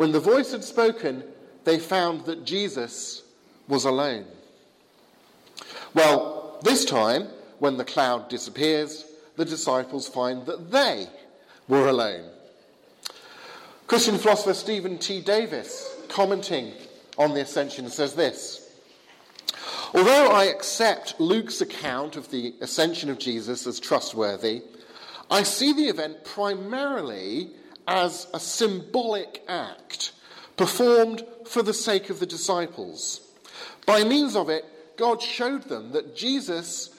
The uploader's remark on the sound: Sermon from the 11 am service at Highfield Church, Southampton, November 6th 2016.